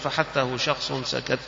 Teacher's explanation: يبقى ما هوش مشبع الاعتماد في مكانه هو خارج، يخرج معه النفس · Term: حروف الهمس